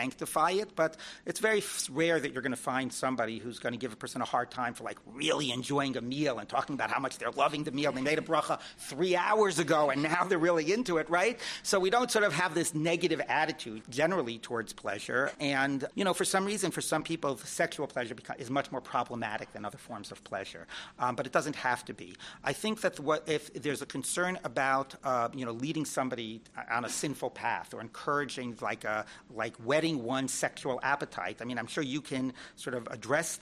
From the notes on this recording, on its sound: This episode is a re-release, and was originally recorded at Limmud NY in 2016.